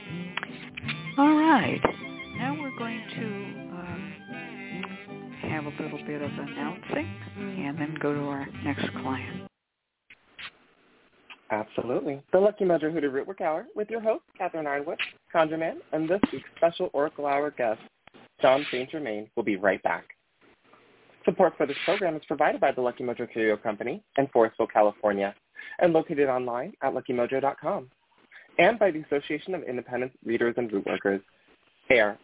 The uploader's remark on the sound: The Lucky Mojo Hoodoo Rootwork Hour is a real, live call-in show where the general public gets a chance to ask about actual problems. Discussion Panel.